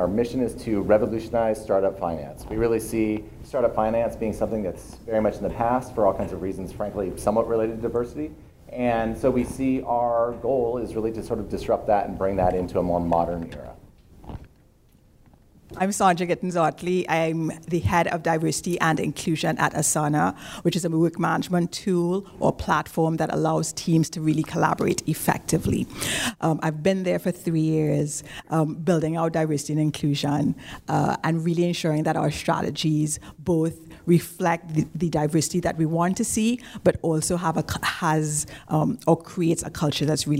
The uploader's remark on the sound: We bring you a session from our recent SaaStock West Coast conference where a stellar panel discusses.